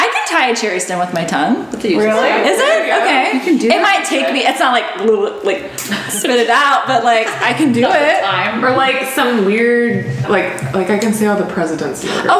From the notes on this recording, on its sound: A recording done in real time during our retreat in Austin this month. Our attendees (FRIENDS) got to ask us burning questions.